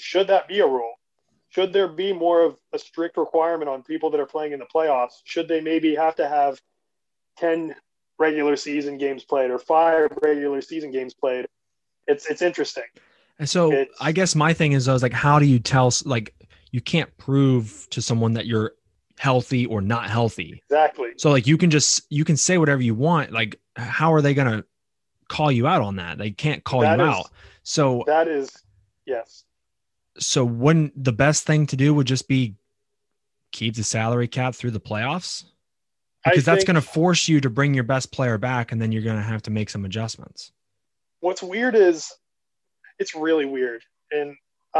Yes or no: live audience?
no